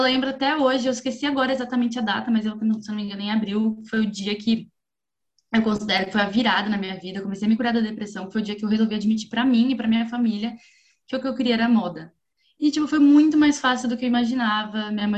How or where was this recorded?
video call